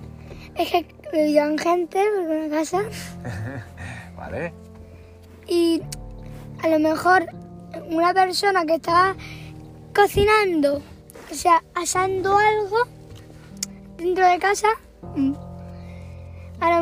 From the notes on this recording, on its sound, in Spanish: Visitamos una casa abandonada SIN SALIR del auto y grabamos nuestra reacción.